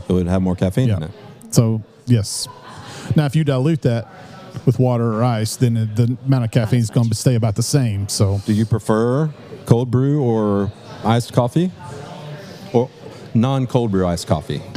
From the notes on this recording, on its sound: In this unique episode we take our podcast to the cafe for a live recording. Both Baba Java employees and long loyal customers step up to the mic and ask their questions about coffee.